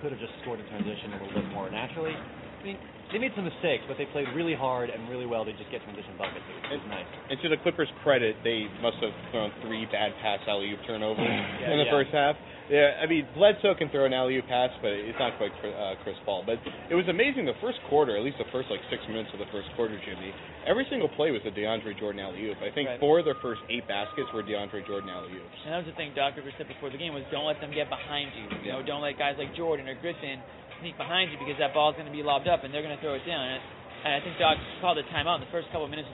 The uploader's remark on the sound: Live from TD Garden